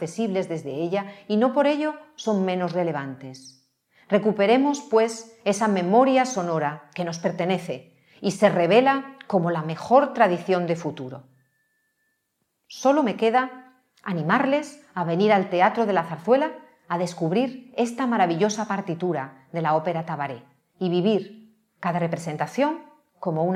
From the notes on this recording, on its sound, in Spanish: La conferencia fue grabada en el Teatro de la Zarzuela en marzo de 2022.